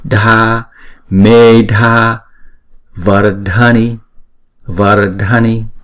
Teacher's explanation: Medha không, chữ mê, chữ e là hai nhịp đọc là mê. Rồi chữ Dha này là kéo dài hai nhịp và đọc âm bật.